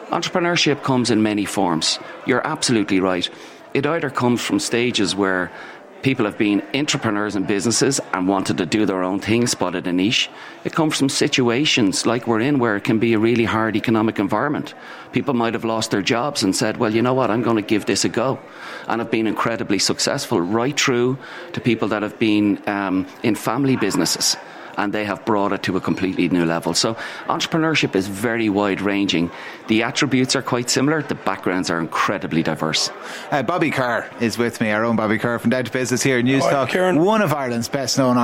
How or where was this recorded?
busy venue